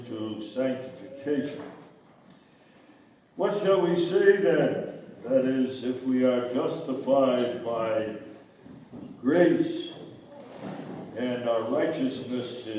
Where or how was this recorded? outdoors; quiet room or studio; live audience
live audience